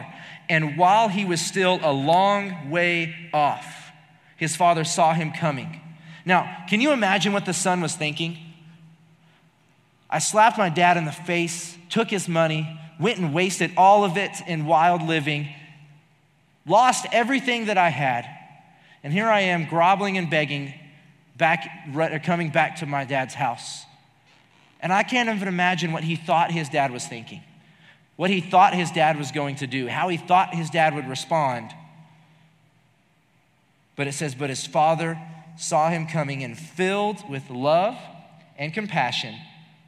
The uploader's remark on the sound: Recorded live during our Wednesday night service